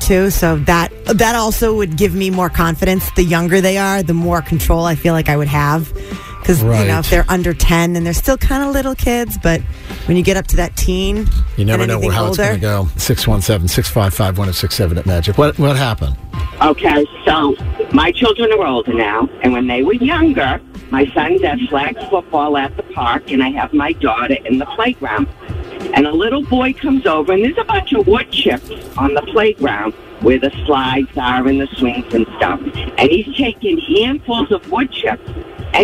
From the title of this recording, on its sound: Listeners Call